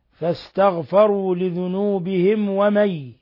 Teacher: ميم ساكنة جاء بعدها الواو إظهار شفوي، بل هو من أشد حالات الإظهار الشفوي.